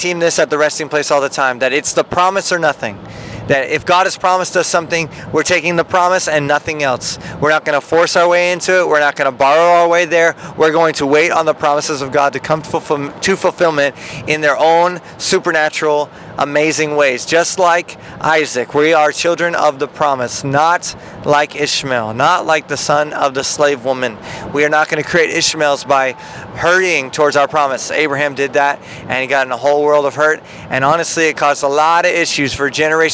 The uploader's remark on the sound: In The Car